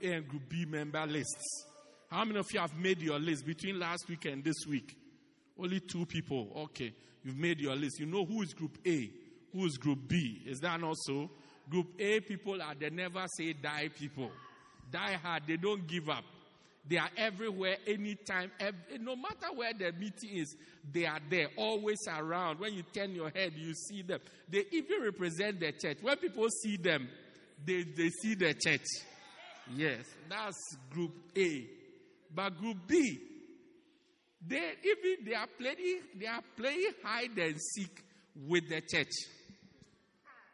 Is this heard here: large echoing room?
yes